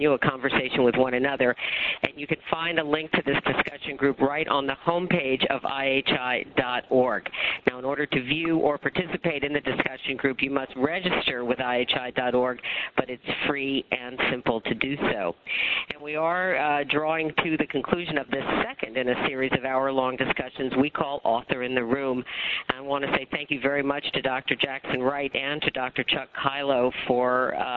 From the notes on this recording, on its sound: April 2005 Author in the Room® Teleconference